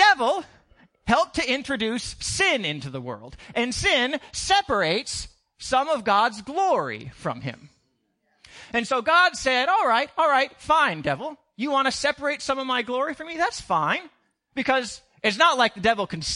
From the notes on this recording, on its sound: Recorded on 2016-06-12 at the 08:30am Service